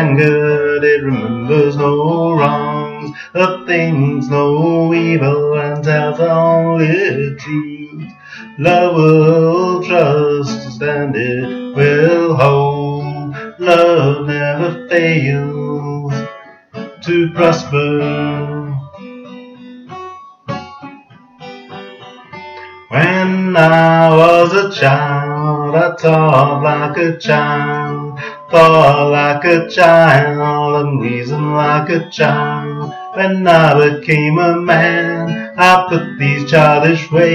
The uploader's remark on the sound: Laptop demo. Whilst stuck at home with chronic back ache and recorded straight onto the laptop through the pinhole mic.